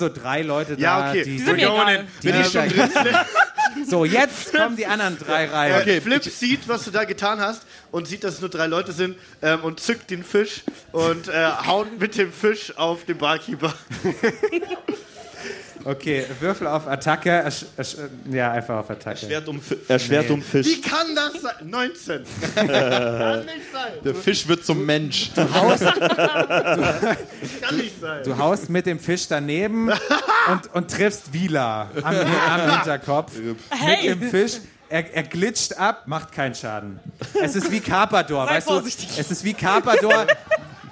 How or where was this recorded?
live audience